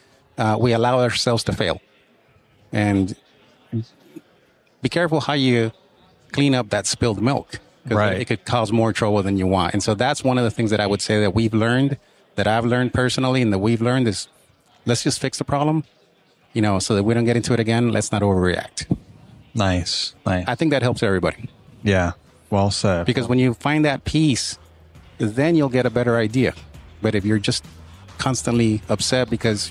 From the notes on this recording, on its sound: From Pod-Row at Synkd LIVE 2024 in Atlanta.